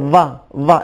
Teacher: اوپر والے جو دانت ہیں ان کو نیچے والے ہونٹ سے جب ملیں گے تو واہ واہ یہ صدا آتی ہے. ہم اردو میں یعنی اس طریقے سے ادا کرتے ہیں.